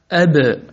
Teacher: الباء شديدة لأن الصوت ينحبس بالكلية، أب فبالتالي هي شديدة أب.